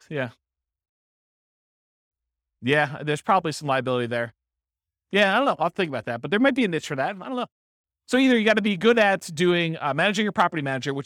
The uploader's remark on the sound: This was a live class recorded